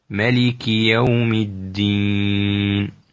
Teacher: الكاف مكسور كسر خالص وبعد الياء مخفف